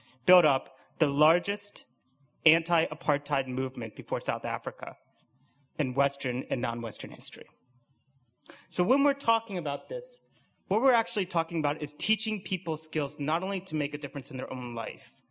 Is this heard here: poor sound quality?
no